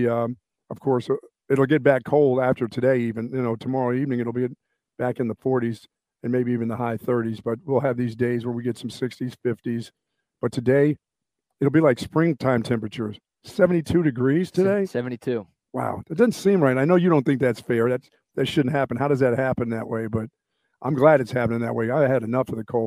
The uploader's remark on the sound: LIVE from Sue Patrick on Burnet Rd!